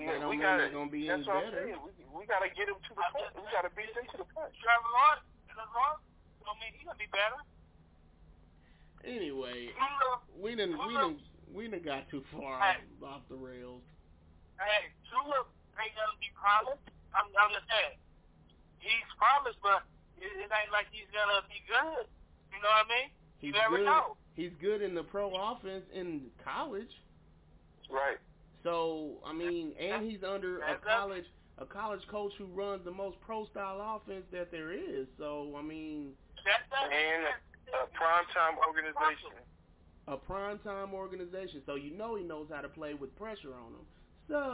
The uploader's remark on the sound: Please excuse the audio.